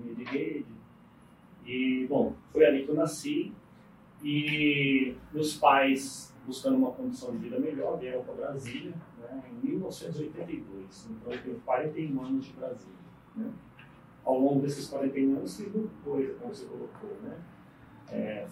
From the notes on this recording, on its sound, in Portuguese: Pedimos desculpas pela qualidade do áudio